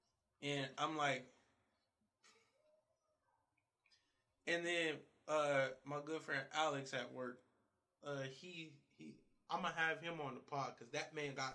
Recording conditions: poor sound quality